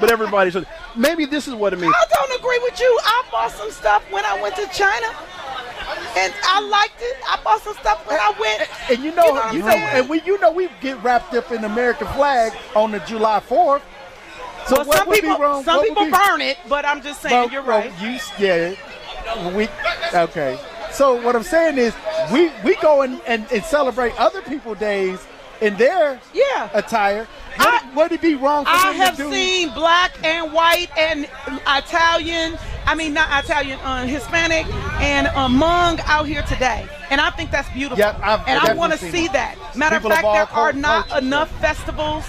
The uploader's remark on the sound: LIVE from Juneteenth 2021